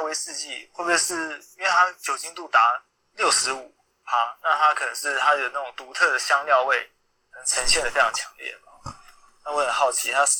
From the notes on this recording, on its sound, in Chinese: Clubhouse的電話錄音就是悲劇一場。